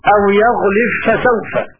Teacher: قرأ خلاد بإدغام الباء الساكنة جزما في الفاء